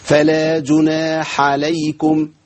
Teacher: يعني اظهر في الحاء الهمس واظهر في العين ايه الجهر انقطاع النفس